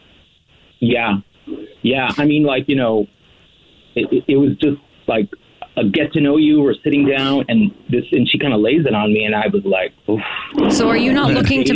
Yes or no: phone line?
yes